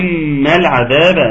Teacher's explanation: الميم المسددة تغني بمقدار حركتين